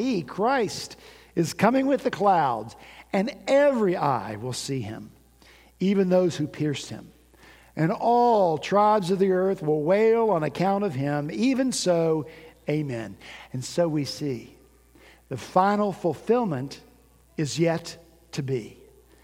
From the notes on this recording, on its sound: At Redeemer Presbyterian Church in Charleston, SC, our senior pastor preached about radical change on New Year's Day.